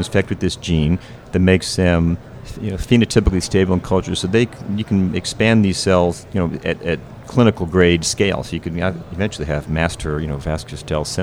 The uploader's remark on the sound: LIVE from AOSSM